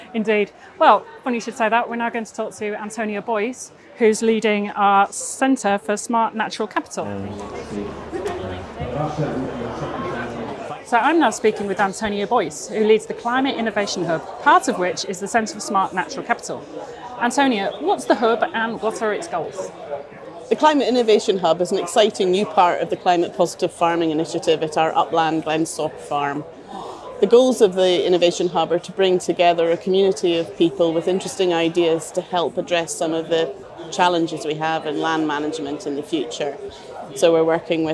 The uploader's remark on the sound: This podcast was recorded on site at The Royal Highland Show in Edinburgh.